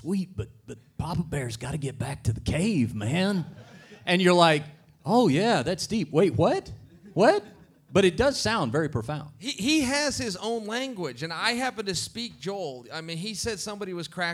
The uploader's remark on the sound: Live on stage. Live in Las Vegas. For a wild on stage collaboration!